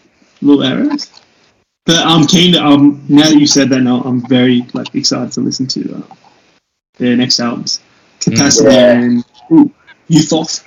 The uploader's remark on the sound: Yep, we cooked the audio again.